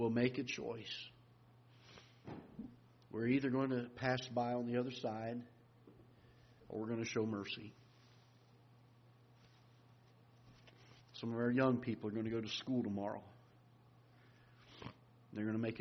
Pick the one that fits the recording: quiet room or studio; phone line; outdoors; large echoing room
large echoing room